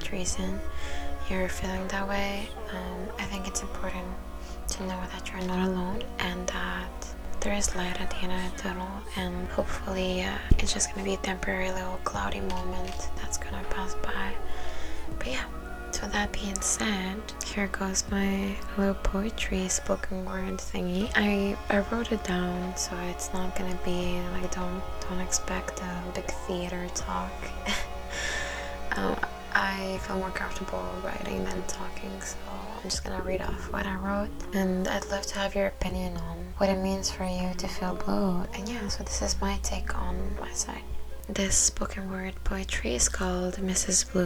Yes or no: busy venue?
no